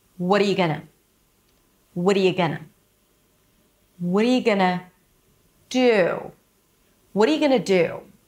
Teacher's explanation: So the do is longer than the entire first part of the sentence. It's longer than the entire sentence because five words versus one, one word with one syllable is longer than the first five.